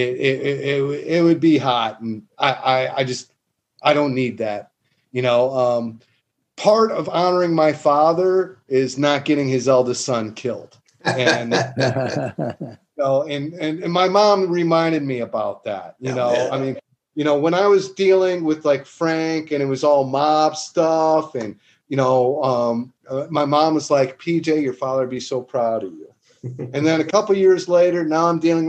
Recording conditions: video call